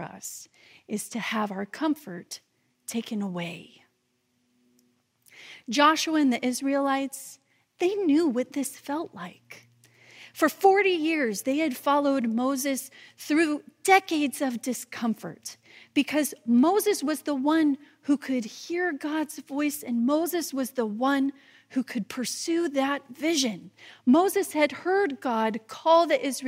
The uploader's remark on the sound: this message delivered during the traditional Worship service